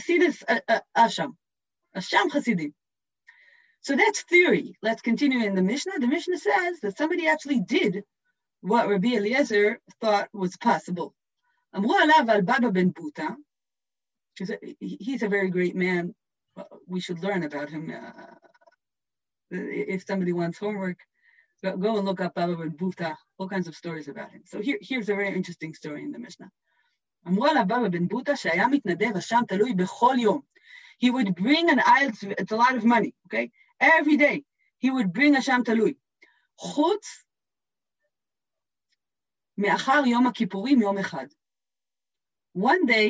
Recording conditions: video call